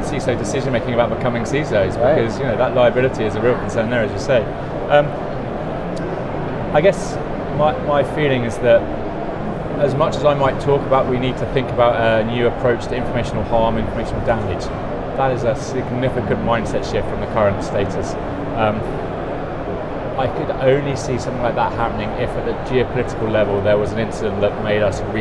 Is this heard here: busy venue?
yes